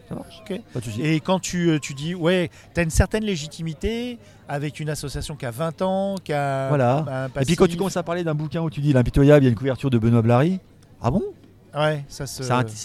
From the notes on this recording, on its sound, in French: rencontre au festival Etrange Grande 2023